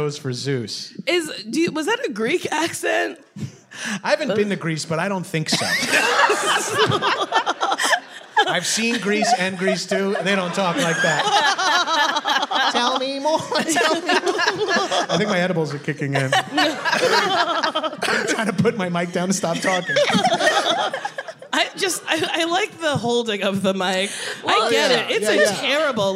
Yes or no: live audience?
yes